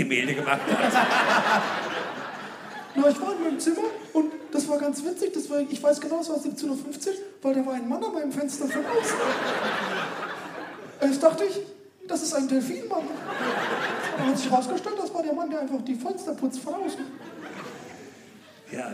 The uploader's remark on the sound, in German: Aufgenommen LIVE in Köln am 20.09.2021